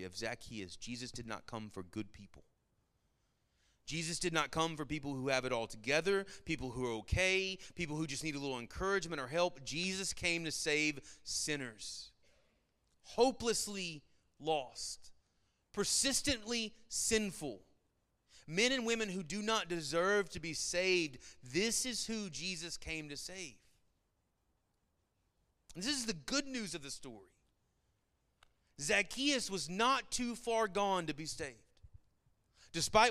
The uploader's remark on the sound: Sermon Audio from our Worship service